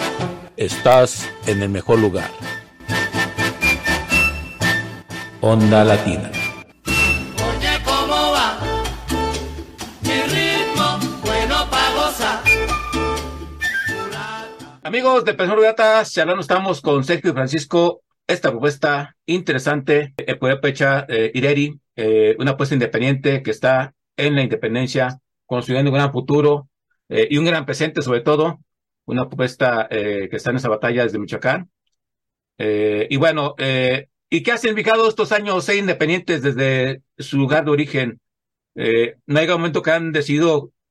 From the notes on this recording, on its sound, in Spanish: Charlamos via zoom